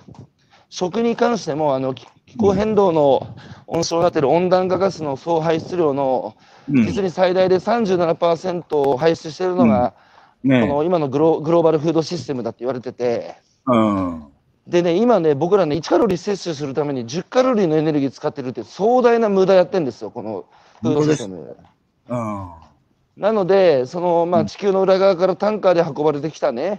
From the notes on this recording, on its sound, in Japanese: 歩きながら1時間、対談する